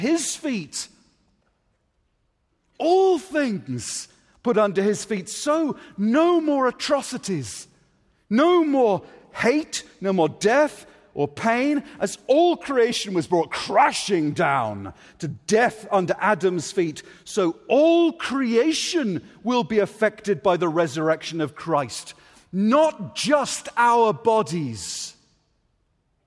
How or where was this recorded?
live audience